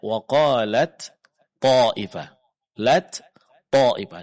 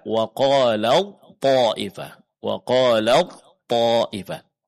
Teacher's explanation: Ketika huruf ta bertemu dengan huruf to, huruf ta sukun, huruf to berharakat, maka ta dileburkan, dimasukkan, diidghamkan ke dalam huruf to. Sehingga yang kita baca adalah huruf to yang bertasydid.